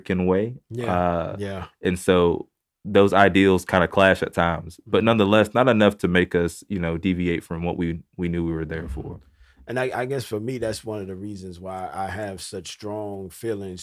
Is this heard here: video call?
no